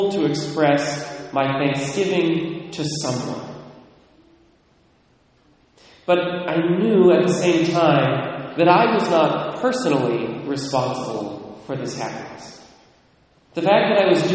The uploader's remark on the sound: Recorded at Immaculate Conception, Mount Vernon, WA